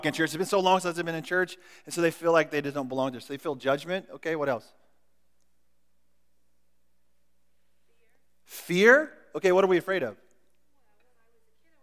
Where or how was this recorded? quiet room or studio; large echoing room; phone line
large echoing room